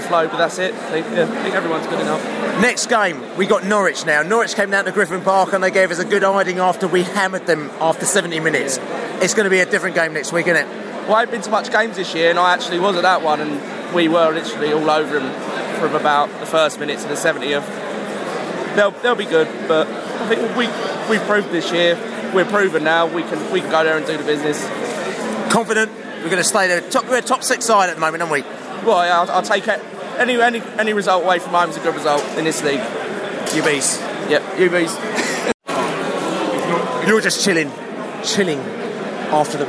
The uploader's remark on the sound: post-match podcast from the train